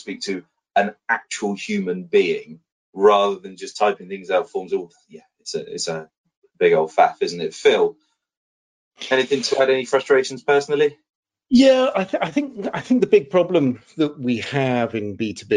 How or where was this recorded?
video call